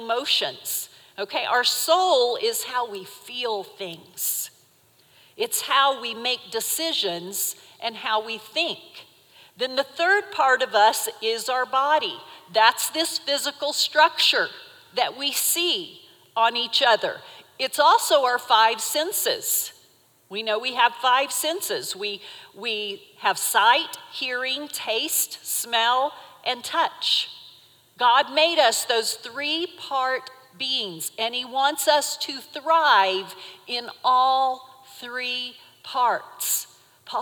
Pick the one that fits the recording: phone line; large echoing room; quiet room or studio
large echoing room